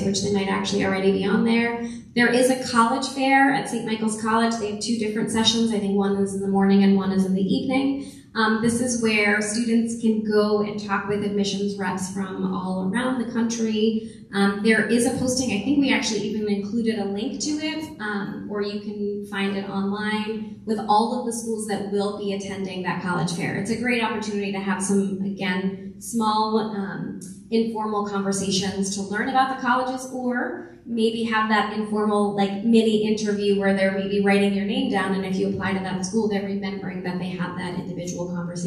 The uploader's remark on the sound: we release the audio from our College Kick Off meeting for parents and their seniors